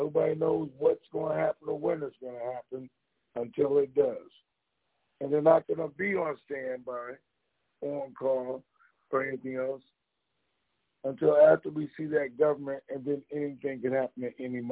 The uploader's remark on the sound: TNTSuperfantastic Conference Call